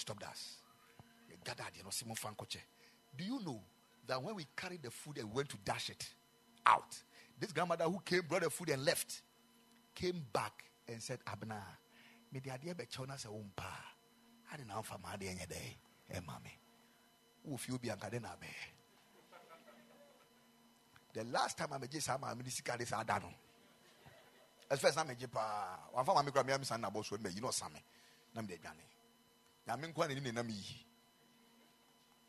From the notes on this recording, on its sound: Preached at the Ekklesia Chapel